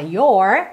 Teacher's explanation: a palavra your no inglês americano, a gente fala your com a língua enrolada